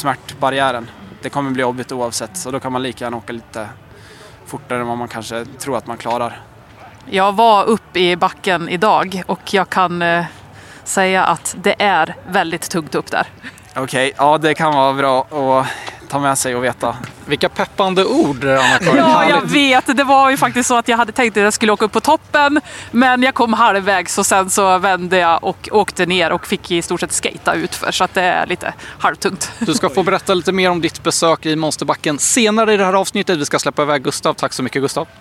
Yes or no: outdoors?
yes